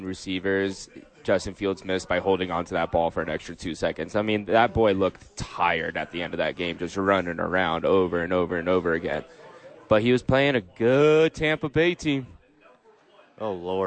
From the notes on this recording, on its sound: The Bois are live from Howie's Sports Page.